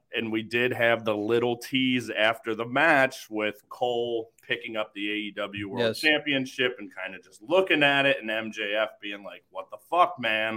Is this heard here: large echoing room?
no